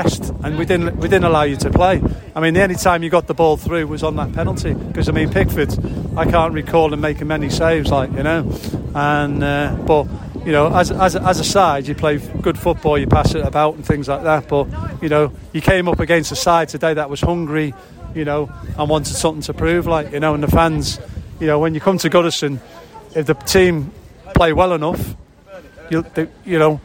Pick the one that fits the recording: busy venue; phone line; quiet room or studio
busy venue